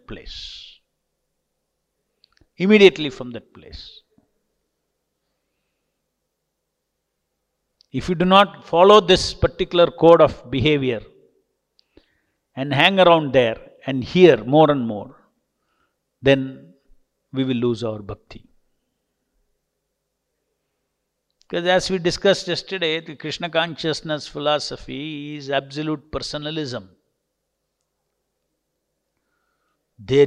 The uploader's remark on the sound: Listen to Srimad-Bhagavatam lectures given daily by the devotees at ISKCON Bangalore.